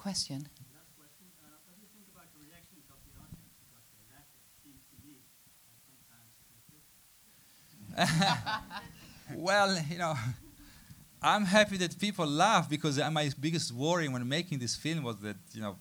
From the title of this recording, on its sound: IDFA Q&A 24 November 2015